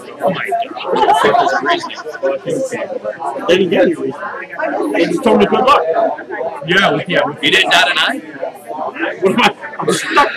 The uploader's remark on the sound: The audio plain sucks.